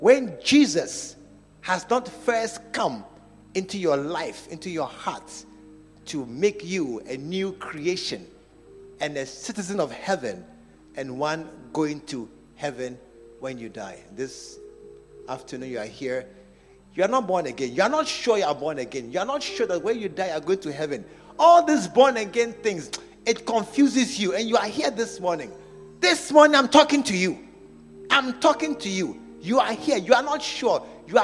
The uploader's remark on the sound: Preached at the True Vine Cathedral. Bantama.